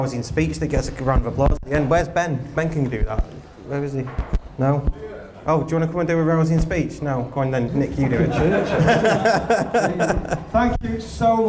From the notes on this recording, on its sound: a live podcast, held at The Kings Tap in Cheadle Hulme